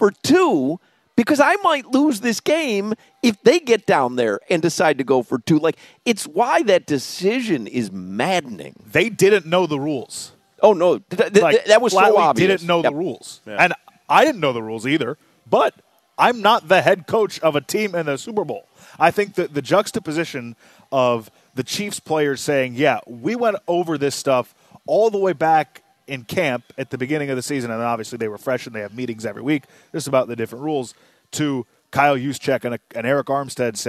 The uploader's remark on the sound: live at Twin Peaks